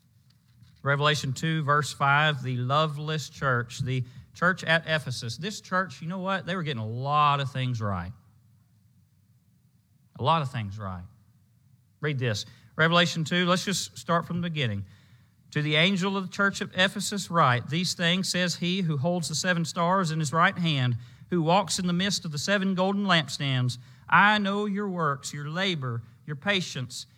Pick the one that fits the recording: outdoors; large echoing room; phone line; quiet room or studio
large echoing room